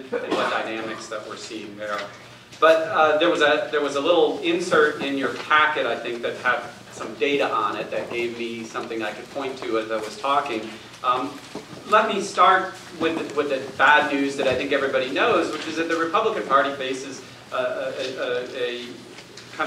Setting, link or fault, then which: setting, live audience